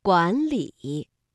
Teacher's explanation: 两个赏声字相连，所以呢不能读管理，而要把第一个字变成二声 · Term: 变调